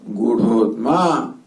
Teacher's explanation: the visarga becomes O, A goes away · Term: sandhi